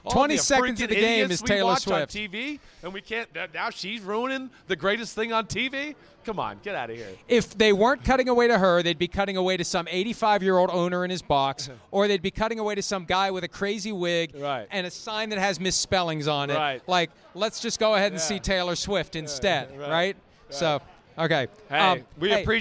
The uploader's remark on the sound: Vegas Live Audience.